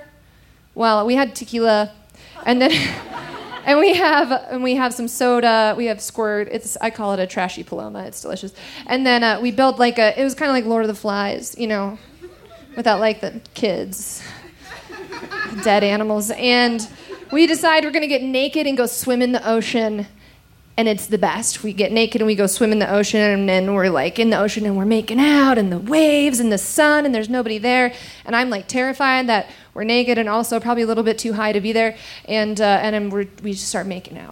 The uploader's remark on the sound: recorded live on 21 June 2017 at the Buntport Theater in Denver, Colorado.